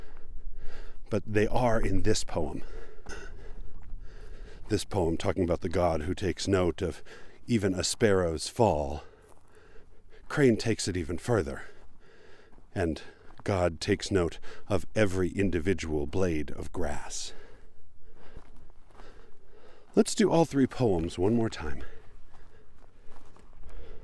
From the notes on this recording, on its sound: Recorded on West Mountain, just west of Spanish Fork, Utah. It was blustery and cold, but kind of weirdly beautiful regardless.